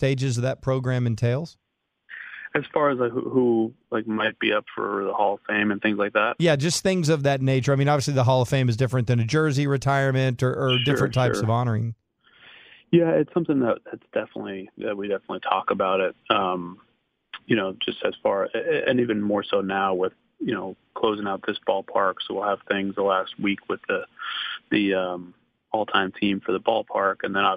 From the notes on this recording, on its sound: called